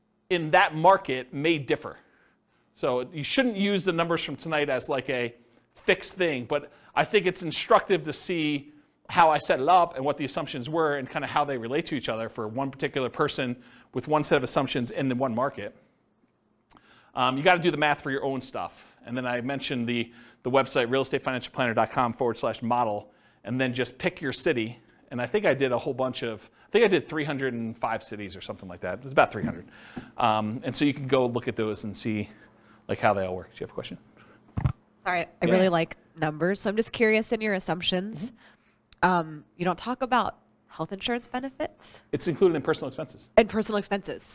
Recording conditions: live audience